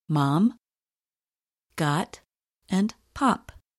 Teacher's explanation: Another sound you should watch for is the short O, as heard in the words bot and cod. Your lips do not need to be round to produce this O sound.